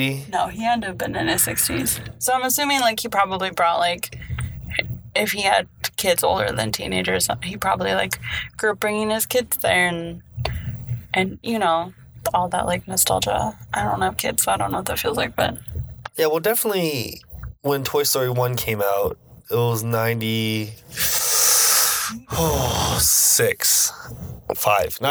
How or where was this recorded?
inside a vehicle